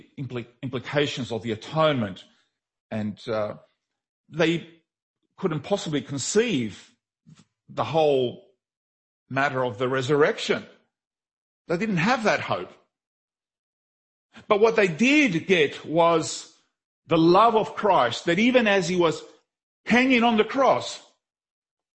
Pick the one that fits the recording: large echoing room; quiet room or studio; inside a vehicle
large echoing room